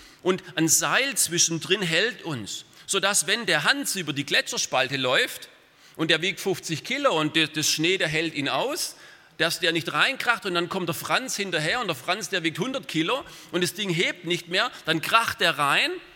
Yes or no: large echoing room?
yes